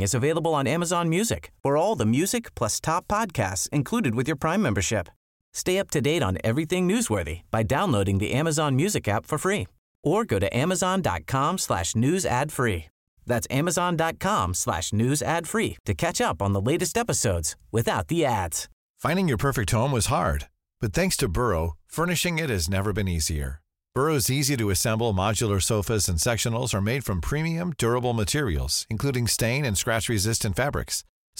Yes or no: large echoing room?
no